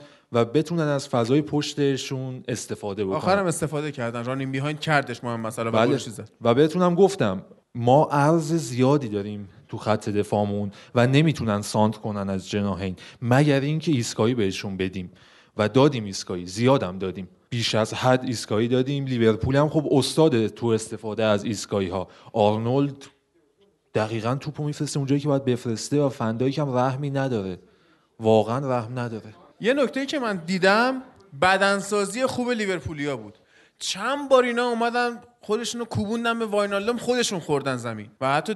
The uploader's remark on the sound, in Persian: چهارمین اجرای زنده فوتبال لب رو میشنوید. به سوالات حاضرین سالن جواب دادیم.